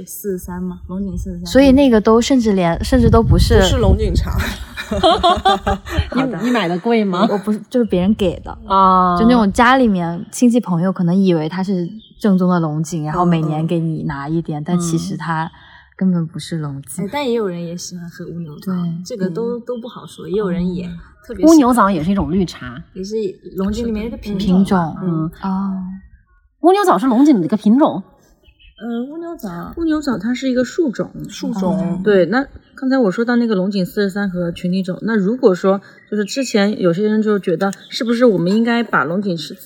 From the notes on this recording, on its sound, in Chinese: 本期节目录制于嘉宾位于杭州市西湖区翁家山的山中小院。因在室外，偶有风过风铃，常伴春日鸟鸣，倒水泡茶的声音自然也不会缺位。播客录制于兴起之时，来不及注意诸多细节。